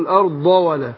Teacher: اقول ضولا ونطق الضاد ما انتهاش دال. ما اقولش الارض ده ولا ده.